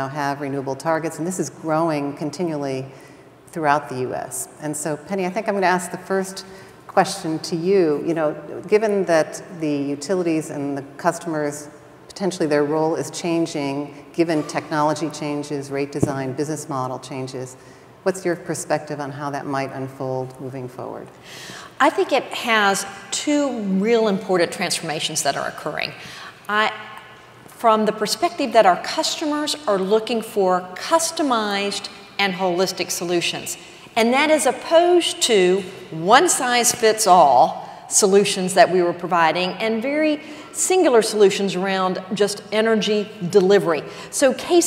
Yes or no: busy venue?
yes